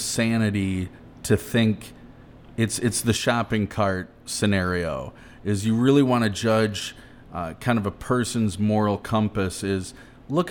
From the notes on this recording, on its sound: At another remote location (Blue Owl Coffee) during COVID-19. This episode was recorded at Blue Owl Coffee in Lansing's Old Town.